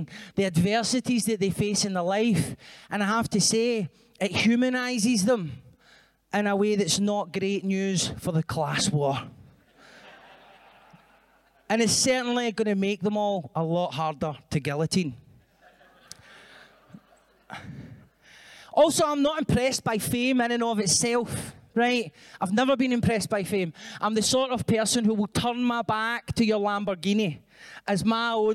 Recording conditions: live audience